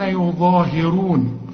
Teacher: فخم او الظ ورقق او اله